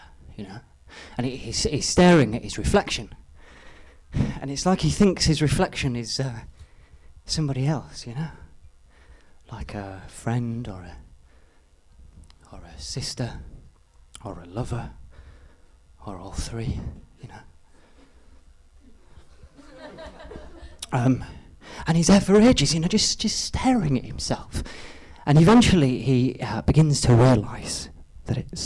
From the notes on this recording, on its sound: extracts from the live Stand Up Tragedy that happened at The Leicester Square Theatre on Monday 6th February 2012